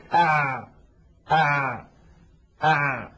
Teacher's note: نلاحظ أن حرف العين لم ينبتر الصوت عند النطق به كانبتار الباء والقاف، لم ينقطع، ولكنه لن يجري جريان الشين وجريان الثاء